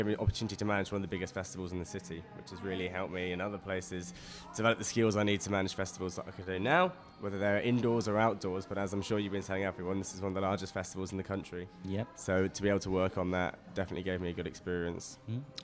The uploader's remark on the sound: This was our amazing Leicester comedy festival themed outside broadcast live from the LCB Depot.